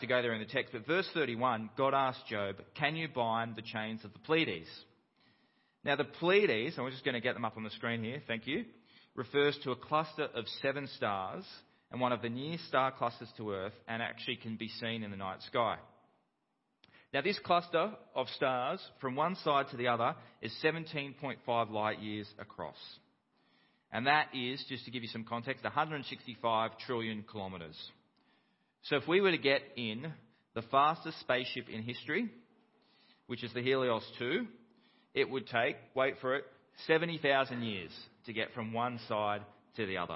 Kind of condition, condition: setting, large echoing room